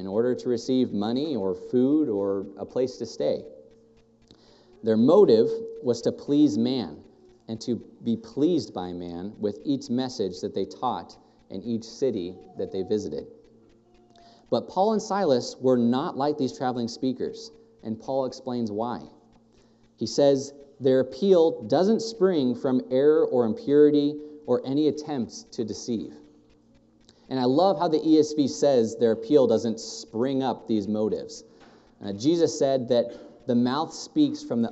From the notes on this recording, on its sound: thank you for this morning that we can all gather within this building and be able to hear your word preached